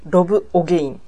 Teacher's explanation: 韓国語でアとオの間にある音ということで、ちょっと口を大きく開いたオの音ですよね。